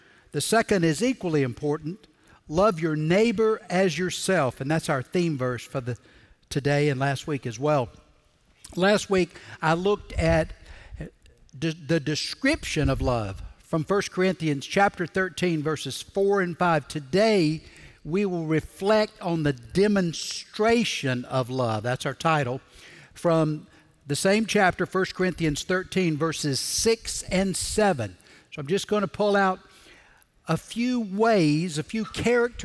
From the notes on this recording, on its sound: Recorded Live at Brookwood Church